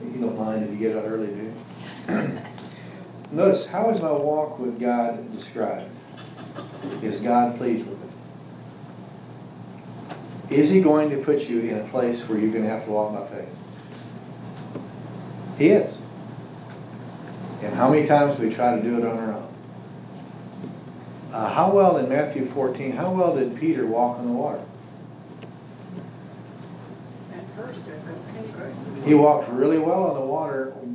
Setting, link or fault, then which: setting, live audience